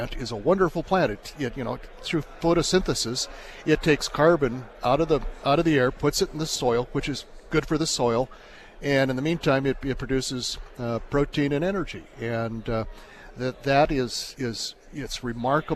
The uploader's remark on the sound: from the National Ethanol Conference in Houston